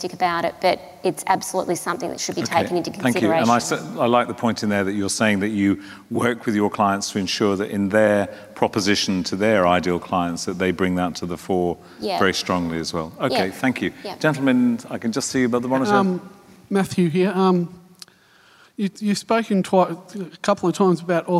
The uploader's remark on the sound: Another panel discussion from Melbourne’s Flying Solo Live event.